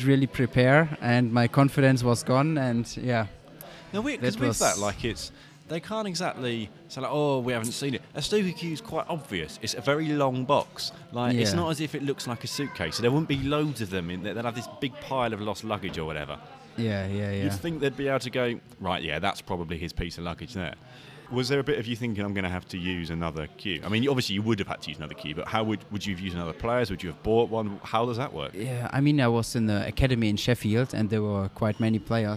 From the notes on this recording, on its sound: Recorded at the Snooker Shoot Out in Watford.